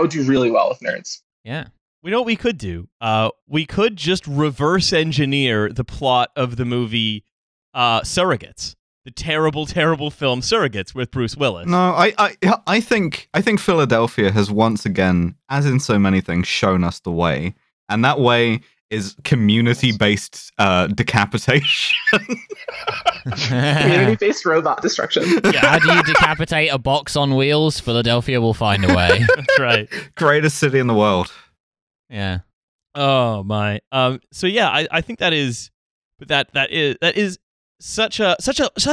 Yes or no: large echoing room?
no